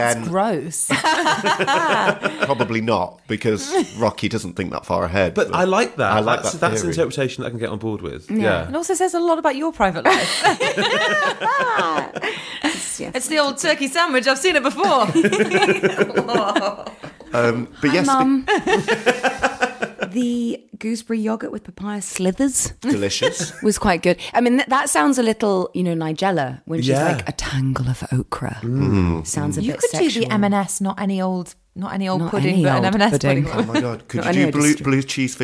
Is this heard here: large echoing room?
no